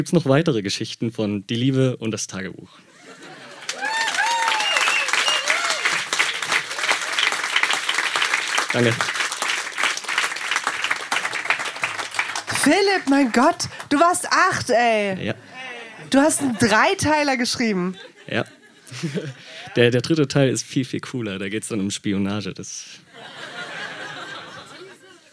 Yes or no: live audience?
yes